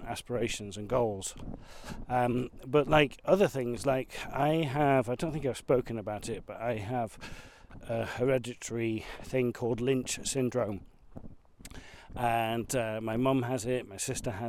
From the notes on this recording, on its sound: Join me as I discover Arundel, Arundel Park and the River Arun. Walking part of the Monarch's Way, encountering a folly, a lot of water and mud, all the while having a discussion with myself about motivation and desire.